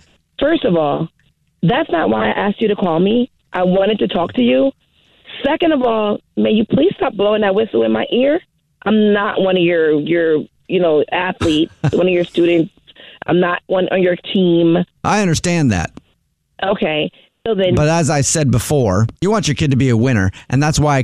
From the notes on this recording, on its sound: Phone Prank!